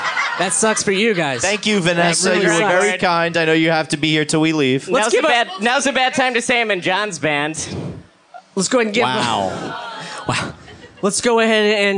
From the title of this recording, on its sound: Live at Union Hall